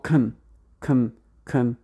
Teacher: esa C-O-N se va a pronunciar como con una schwa, prácticamente una K y una N. k para la Shoah lo que tienes que hacer es abrir un poquitito nomás los labios.